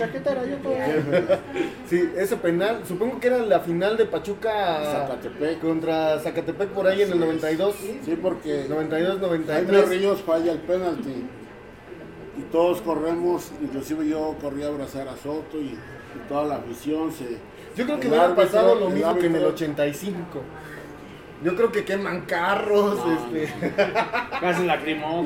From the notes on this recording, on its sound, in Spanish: Estamos en vivo desde Java Cafe